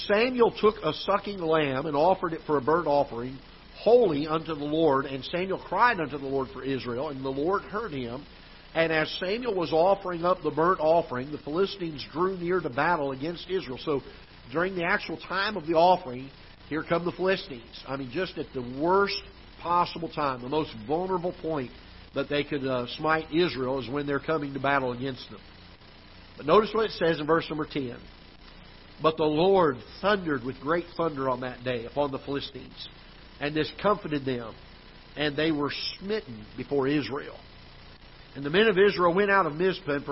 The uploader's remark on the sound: Ketha Heights Baptist Church ~ Live Broadcast.